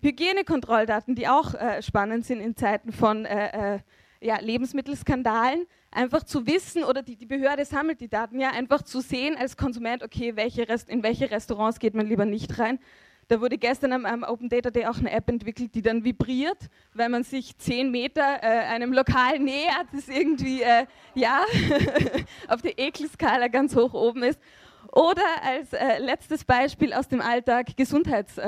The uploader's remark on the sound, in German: Raum Schiff Erde 2013. Aufzeichung des Vortrags.